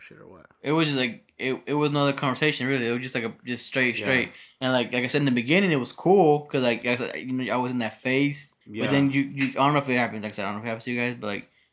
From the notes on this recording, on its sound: We tried switching mics in this episode and the audio is all fucked up